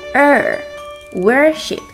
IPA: 'wɝʃɪp